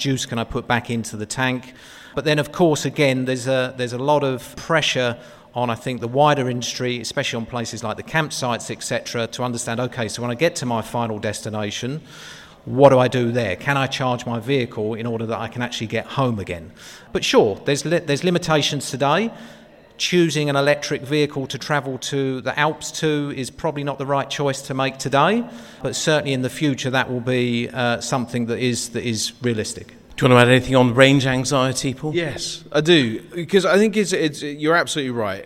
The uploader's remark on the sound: Live from Campervan Campout. In this special episode recorded LIVE on stage at Campervan Campout 2023.